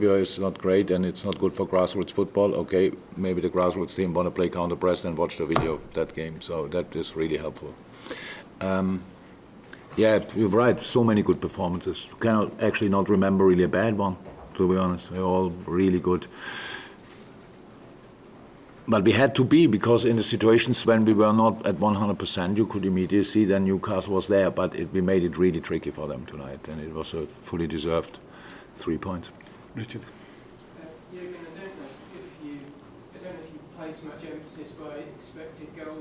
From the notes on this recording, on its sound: LFC Press Conference. Speaks to the media following Liverpool's dominant display against Newcastle this evening in the Premier League!